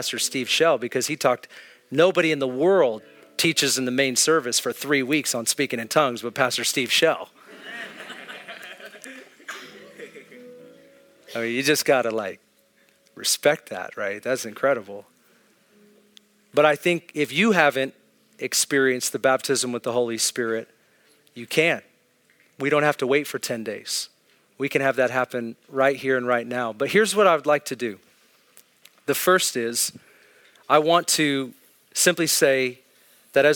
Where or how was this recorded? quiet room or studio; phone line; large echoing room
large echoing room